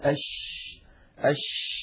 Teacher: فلما نقول أش أش نجد بأن الهواء يتدفق مع حرف الشين، فالشين يجري معها النفس. كذلك الشين حرف رخو، رخو يعني يجري معه الصوت كما مر معنا أيضا في صفات الحروف. · فلما نقول أش نجد بأن الصوت يمتد، فالشين يجري معها النفس ويجري معها الصوت، فهي مهموسة رخوة